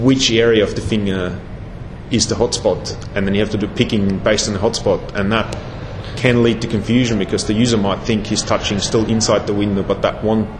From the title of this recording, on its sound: Interview at X.Org Developer Conference (XDC) 2011